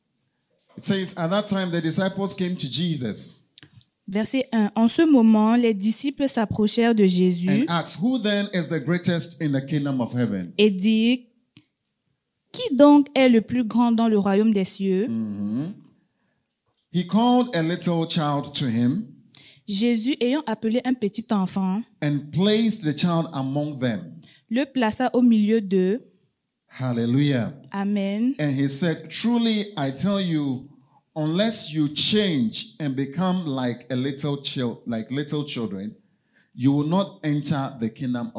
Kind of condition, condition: setting, large echoing room